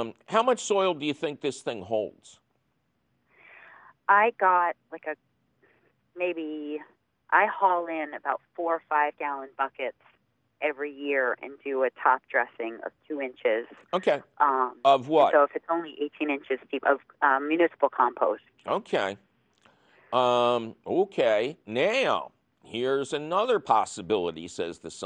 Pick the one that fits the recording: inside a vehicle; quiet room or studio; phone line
phone line